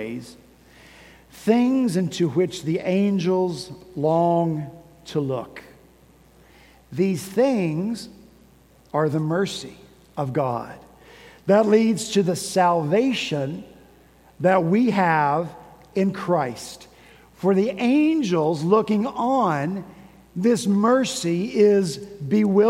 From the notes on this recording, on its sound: At Redeemer Presbyterian Church in Charleston, SC.